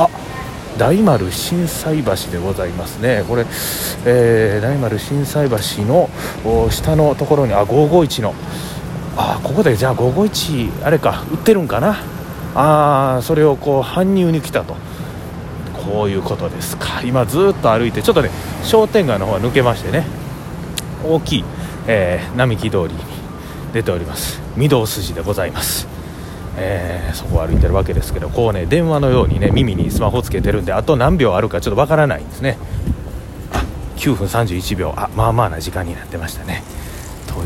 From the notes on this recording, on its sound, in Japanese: 長堀橋から難波に向かって歩きながらのおしゃべりです。